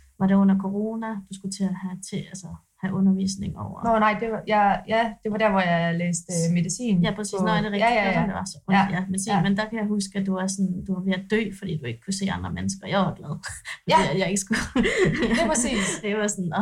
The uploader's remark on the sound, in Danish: Undskyld for den ringe lydkvalitet og de svingende niveauer af jingles, vi arbejder på sagen og er ved at samle komponenterne til et ordentligt studie setup.